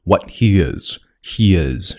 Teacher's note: 这是两个元音之间的连读，所以说呢中间会加一个 E 的音